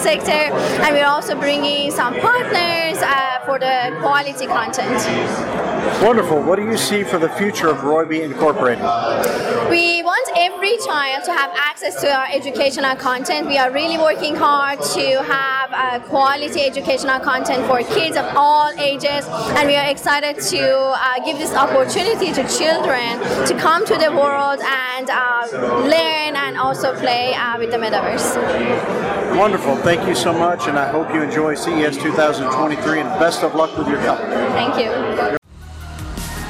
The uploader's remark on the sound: we present live coverage from the Consumer Electronics Show in Las Vegas